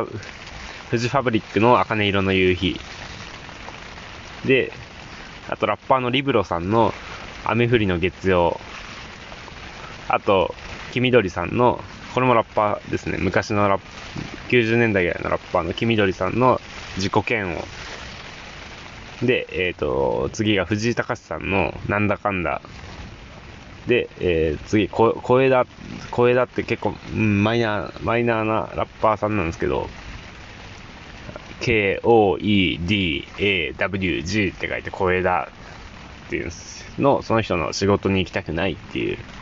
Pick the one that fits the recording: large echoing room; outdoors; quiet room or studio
outdoors